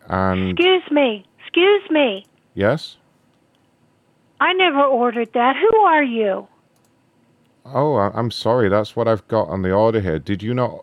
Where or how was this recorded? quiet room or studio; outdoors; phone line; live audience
phone line